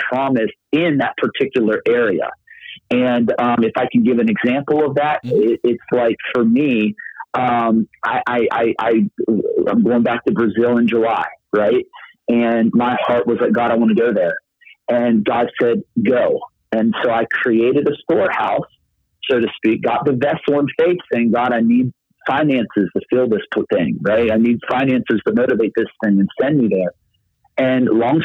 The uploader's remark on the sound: Location: The Millennium Beat, LLC Office (Phone Interview).